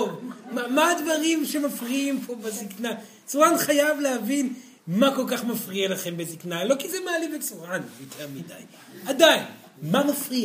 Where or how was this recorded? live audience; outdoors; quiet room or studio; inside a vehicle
live audience